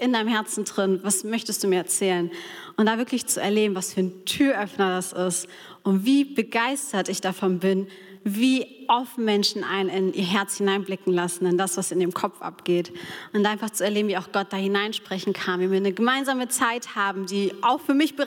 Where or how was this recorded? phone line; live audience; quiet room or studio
live audience